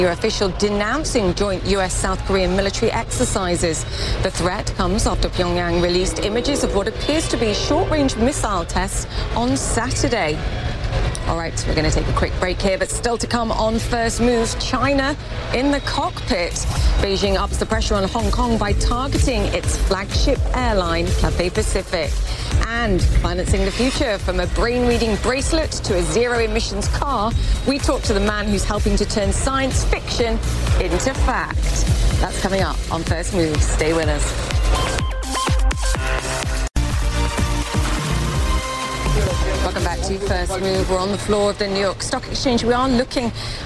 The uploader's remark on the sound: Live from the New York Stock Exchange.